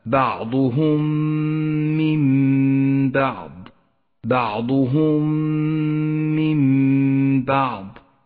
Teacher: تدغمان ببعضهما فتصيران ميما واحدة مشددة تحتاج إلى غنة زمنها حركتان، ولذلك لونت بالأخضر في مصحف التجويد. · Term: الإدغام الشفوي